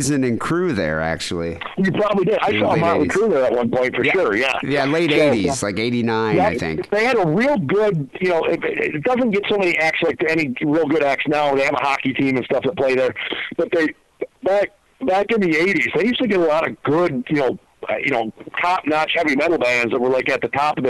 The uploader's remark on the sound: Phone calls.